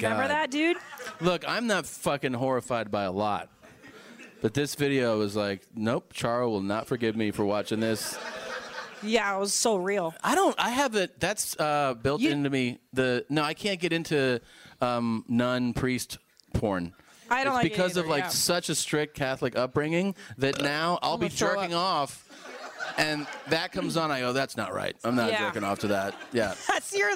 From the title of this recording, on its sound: Live From Pasadena